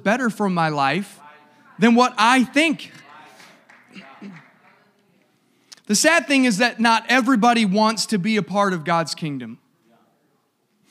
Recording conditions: live audience